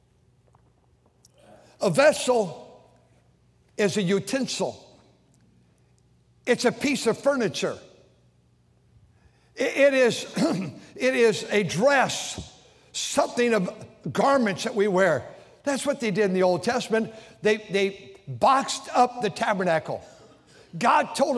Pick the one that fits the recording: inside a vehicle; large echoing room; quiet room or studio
large echoing room